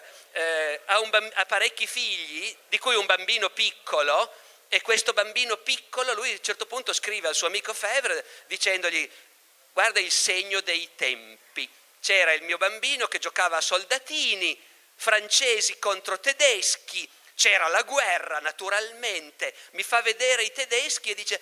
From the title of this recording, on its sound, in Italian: Festival Logos 2019, estratto